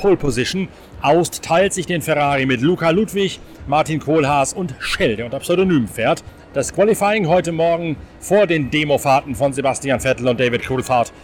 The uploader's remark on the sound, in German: Live vom Ring-Boulevard. Der Nürburgring bebt unter dem Sound von den altehrwürdigen V10-Motoren – und er glüht unter der gleißenden Sonne.